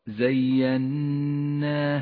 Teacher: النون المشددة التي لونت بالأخضر زيناها تحتاج إلى غنة بمقدار حركتين